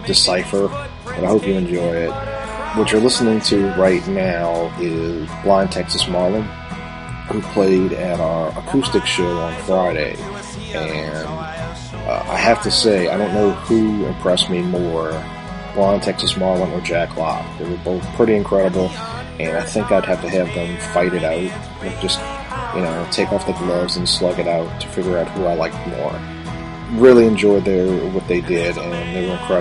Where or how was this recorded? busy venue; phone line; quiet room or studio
busy venue